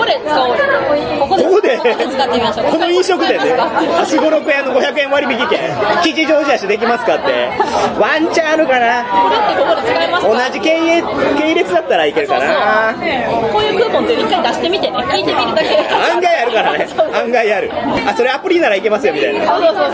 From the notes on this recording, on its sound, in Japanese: 突撃！すごろくや春の新作体験まつり’24！イベント会場収録のため、騒音雑音が激しく入っております。